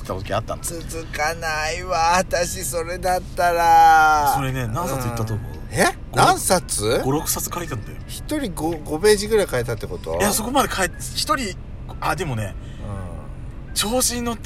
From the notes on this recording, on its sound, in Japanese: パーキング収録。